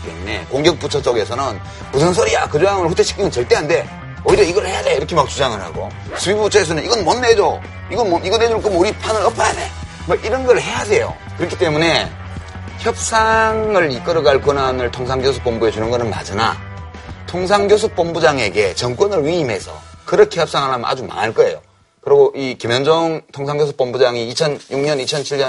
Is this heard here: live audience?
no